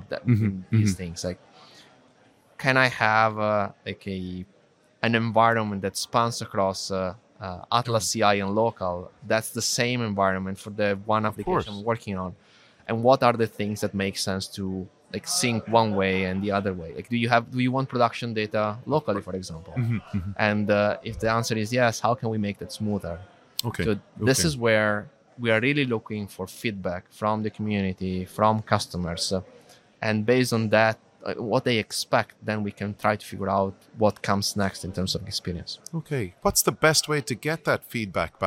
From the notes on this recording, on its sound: In this special episode recorded live from the MongoDB .local London Conference.